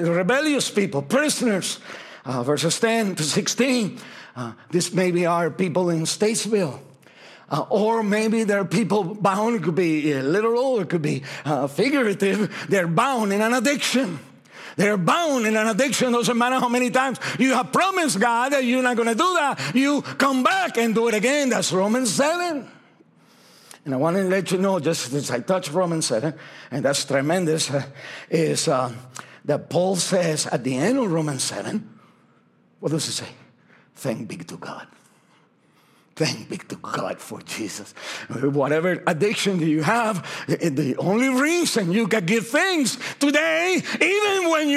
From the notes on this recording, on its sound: This message was originally preached at Highpoint Church on Sunday, November 26, 2023